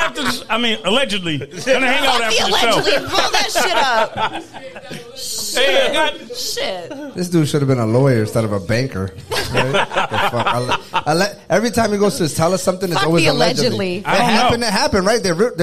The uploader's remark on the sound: We recorded our podcast with a live audience at Central Square in Waterbury CT. The crowd was amazing and even joined in on some of the action (apologies in advance for some of the audio when the crowd was speaking).